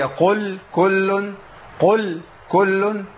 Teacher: لازم افصل بين مخرج القاف ومخرج الكاف